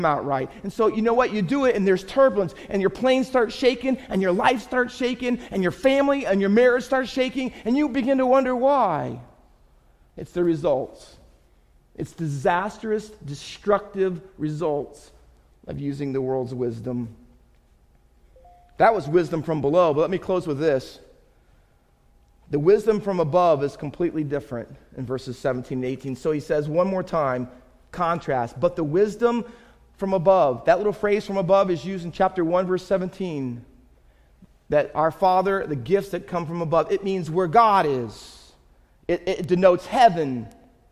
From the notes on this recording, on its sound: Faith Baptist Church in Hamilton, NJ.